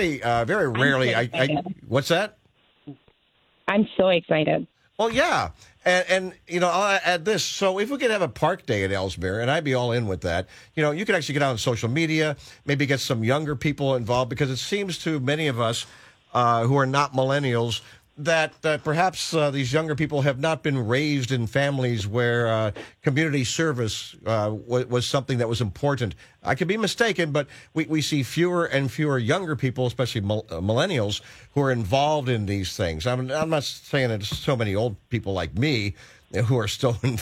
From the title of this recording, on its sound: gets the Mayor on the phone